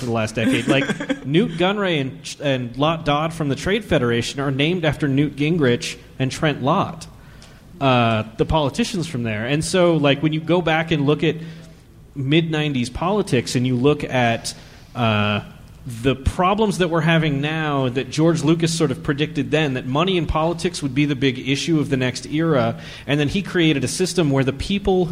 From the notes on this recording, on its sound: Recorded at Salt Lake Comic Con. Took questions from the audience.